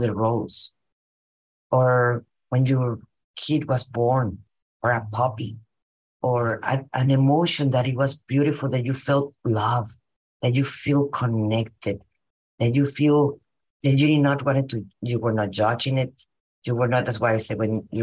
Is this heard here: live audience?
no